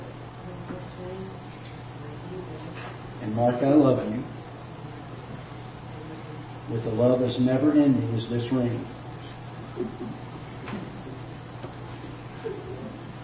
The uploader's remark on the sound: Ketha Heights Baptist Church ~ Live Broadcast.